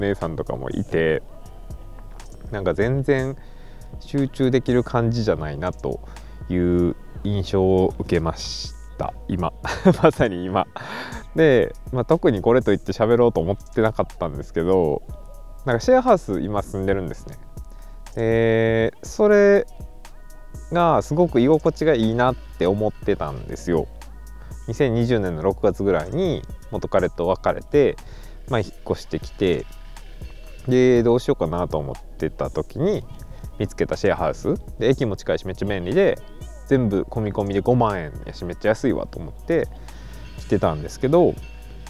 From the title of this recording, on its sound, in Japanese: 野外収録雑談